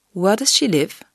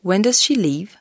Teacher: le son « i » est court. On pourrait croire qu'il ressemble au son « i » en français, mais en réalité, il est plutôt proche du son « e », entre « i » et « e ». · Shown in: first take